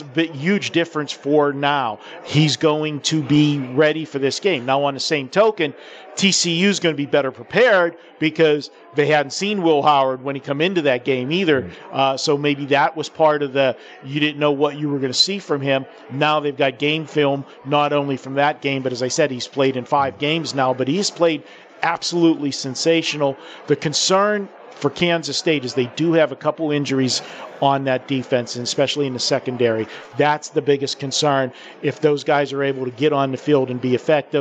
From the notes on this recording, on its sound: live from the Superbook at the Westgate